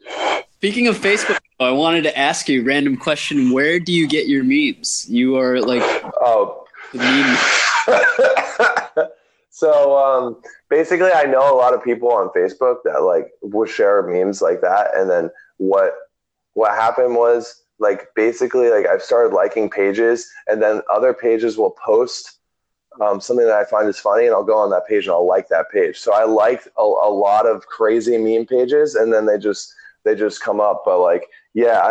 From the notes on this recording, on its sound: the internet connection during this podcast left something to be desired so our audio did have a few small jumps